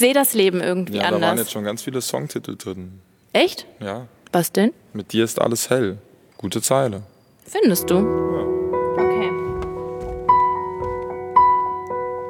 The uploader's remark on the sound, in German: In seiner Wahlheimat Mannheim. Live im Konzerthaus Capitol ans Klavier. Eine emotionale Folge mit viel Live-Musik!